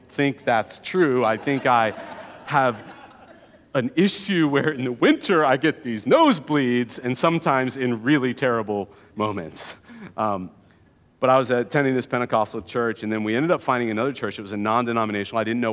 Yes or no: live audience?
yes